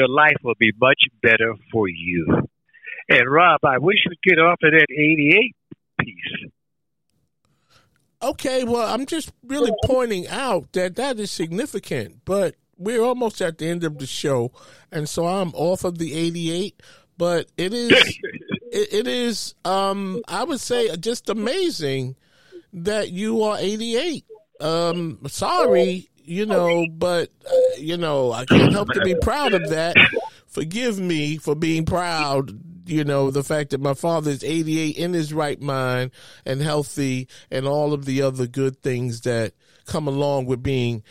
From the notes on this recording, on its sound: (Telephone Interview).